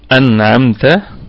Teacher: والنون ساكنة أتى بعدها حرف العين، حكمها إظهار حلقي، وسمي حلقيا لأن مخرجه هو الحلق